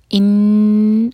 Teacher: ان نون پر شدہ ہے تو یہاں پر ہمیں غنہ کرنا ہے. نون کو دو سیکنڈس ہولڈ کریں گے